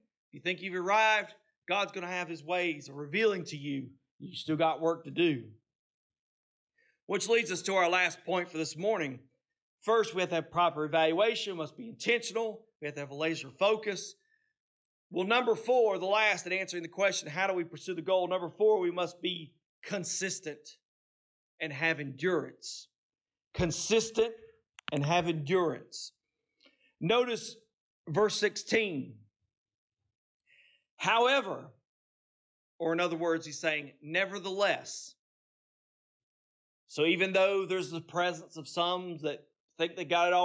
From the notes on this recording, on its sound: This message was preached on Sunday, November 19, 2023, at Seaboard Baptist Church in Seaboard, North Carolina.